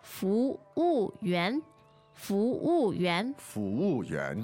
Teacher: Second, fourth, and second. Second, so 2-4-2.